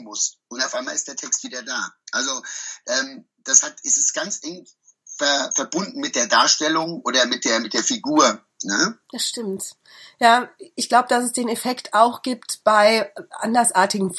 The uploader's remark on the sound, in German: Über Skype und mit deutlich mangelndem Internetz aufgezeichnet. Bitte verzeih uns die wirklich etwas anstrengende Qualität dieses Podcasts.